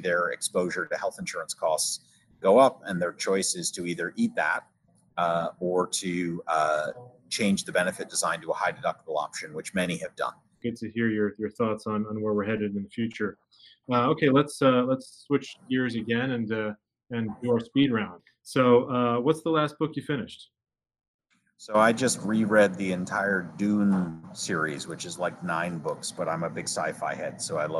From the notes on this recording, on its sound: Joins us from the floor of the BIO convention, taking place in Philadelphia this week.